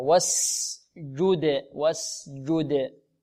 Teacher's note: واسجد لابد من إيضاح السين هنا وإيضاح الجيم وإعطاء الجيم شدتها والدال مقلقلة